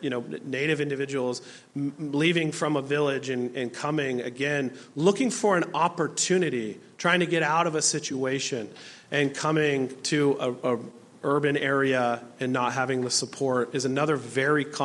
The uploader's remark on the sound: A panel of local professionals answer audience questions. This program was presented by the Alaska World Affairs Council and was recorded at Bear Tooth Theatrepub.